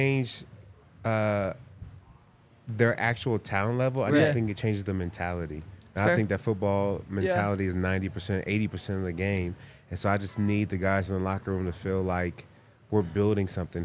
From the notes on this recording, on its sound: coming to you LIVE from the DNVR Bar